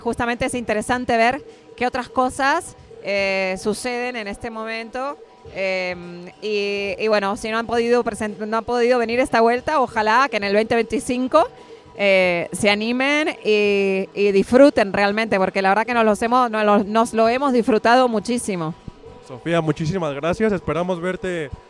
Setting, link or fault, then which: setting, busy venue